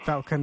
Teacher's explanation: The vowel sound is in between an A and an E.